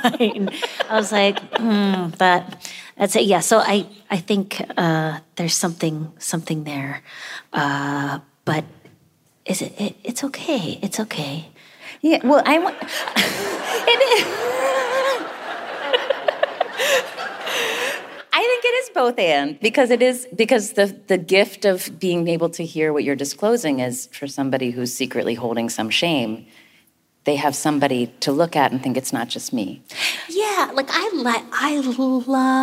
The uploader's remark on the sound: Recorded live from the stage of City Arts & Lectures in San Francisco.